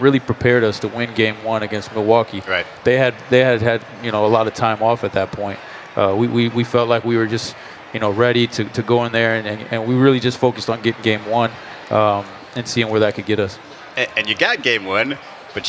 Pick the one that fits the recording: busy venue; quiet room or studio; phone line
busy venue